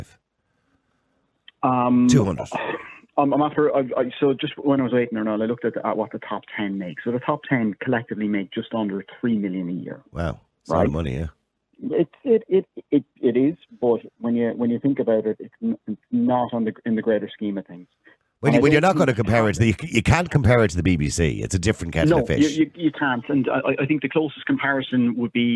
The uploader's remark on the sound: opens the phone lines